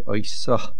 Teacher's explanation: The word Oisoh, there is a mapik in the hay, Oisoh. You should try to sound the hay.